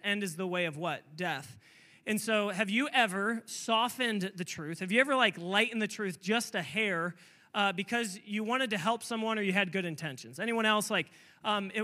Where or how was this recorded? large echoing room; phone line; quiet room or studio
large echoing room